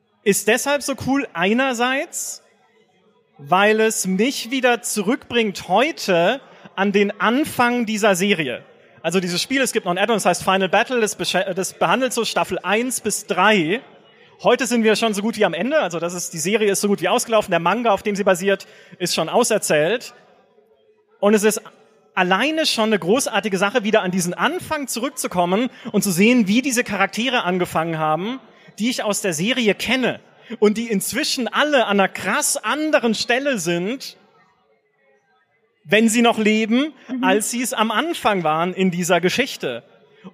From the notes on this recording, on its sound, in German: Einen Live-Podcast mit unserer liebsten Podcast-Community. Auf der Bühne standen.